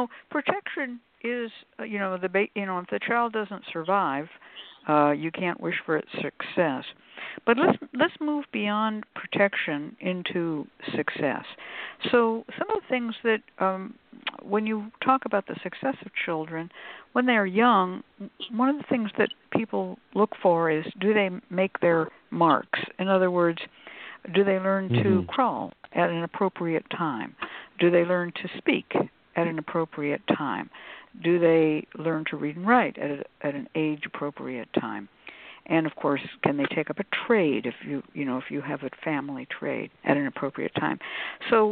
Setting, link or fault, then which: link, phone line